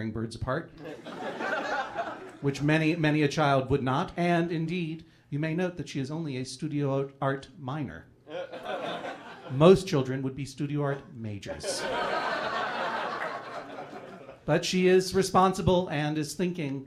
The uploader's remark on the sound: A special video episode, recorded live at MaxFunCon.